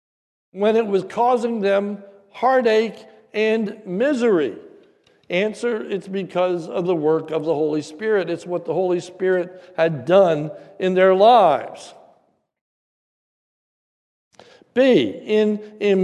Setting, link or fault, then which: setting, large echoing room